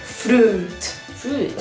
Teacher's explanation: Con una U larga. Y la I se borra.